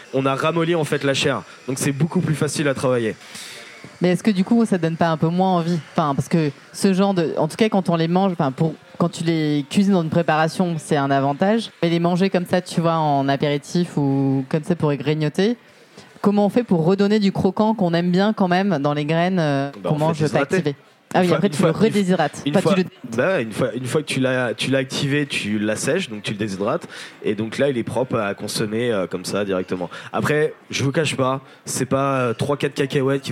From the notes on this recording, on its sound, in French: Débat enregistré en public à la REcyclerie.